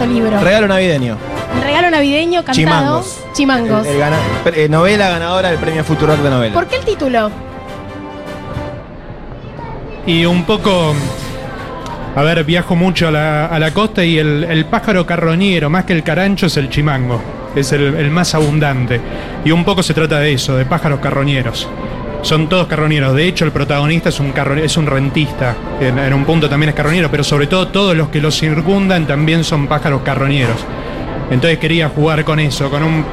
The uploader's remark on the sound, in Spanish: Entregamos en vivo desde YUNTA BAR, el 4to Premio de NOVELA FUTUROCK 2023.